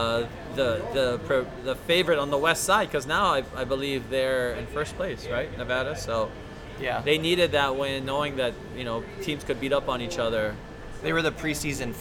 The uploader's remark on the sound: The boys come together to do the show live at Agave & Vine in Ala Moana Center.